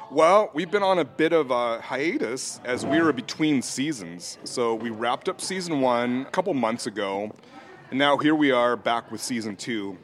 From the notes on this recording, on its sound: In one of Seattle's oldest bars, the Central Saloon in historic Pioneer Square. Recorded live at the Central Saloon on 05/19/2022.